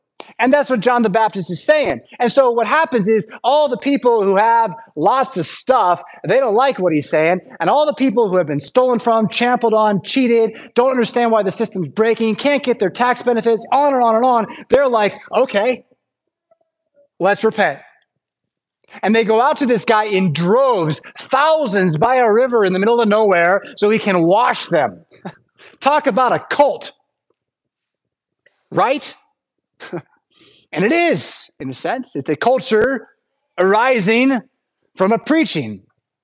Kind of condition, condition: setting, large echoing room